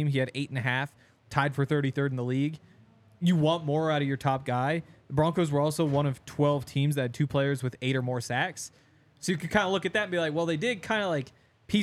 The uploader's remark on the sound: coming to you LIVE from the DNVR Bar